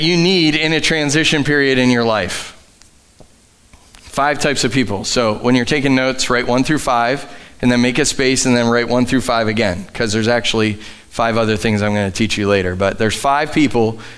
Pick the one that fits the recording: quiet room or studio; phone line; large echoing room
large echoing room